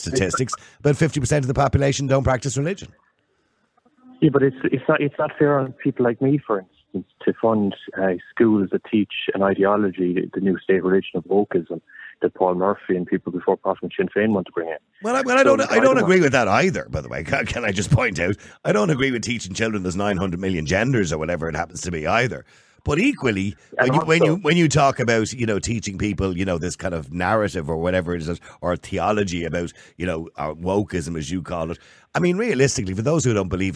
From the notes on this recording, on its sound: Opens the phone lines, inviting a diverse range of perspectives. Callers share their thoughts.